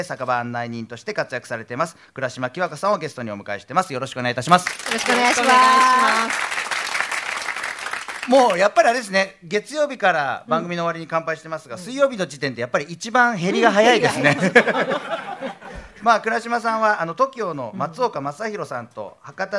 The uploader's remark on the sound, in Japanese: 公開収録。